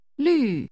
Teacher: This is pronounced with a falling tone.